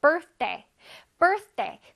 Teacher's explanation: Birthday 할 때 th가 있기 때문에 뜨 소리를 살짝 내줘야 돼.